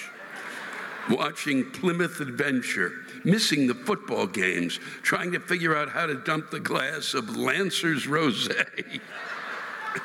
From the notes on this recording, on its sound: The live rants this week come from the State Theater in New Brunswick, New Jersey and the Bergen Performing Arts Center in Englewood, New Jersey.